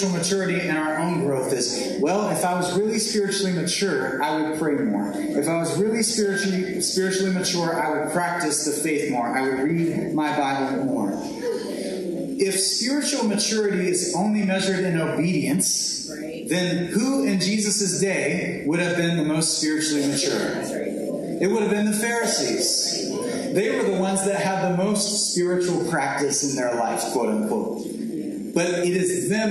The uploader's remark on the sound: This sermon has been pulled from our livestream so be aware of lower quality audio.